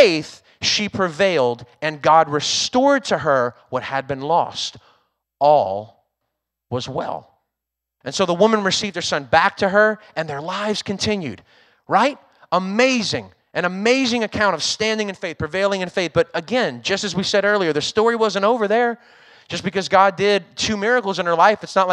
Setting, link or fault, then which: setting, large echoing room